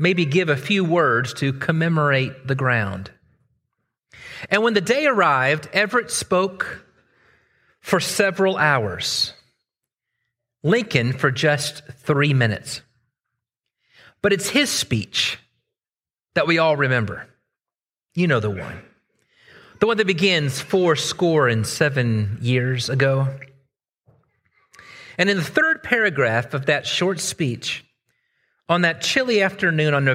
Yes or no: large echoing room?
yes